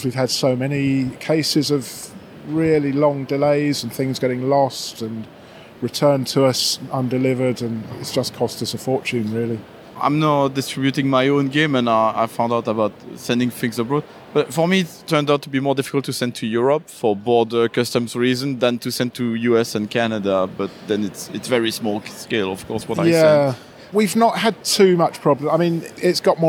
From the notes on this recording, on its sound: Here's the third and last part of our episode recorded at UK Games Expo.